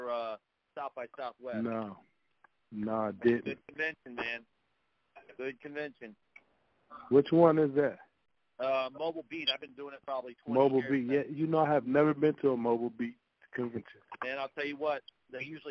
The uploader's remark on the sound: NerveDJs Jan 16th Conference Call